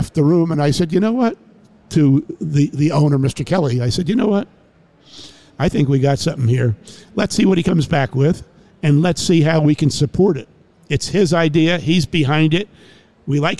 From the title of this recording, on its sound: Live at NADA.